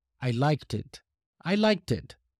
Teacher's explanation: I'm not exactly pronouncing the K sound, but I'm still pronouncing the T.